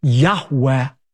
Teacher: most Semitic scholars believe is pronounced a breathy Yahweh